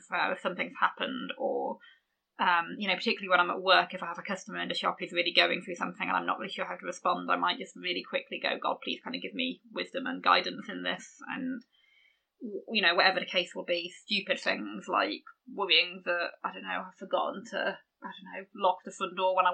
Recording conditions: poor sound quality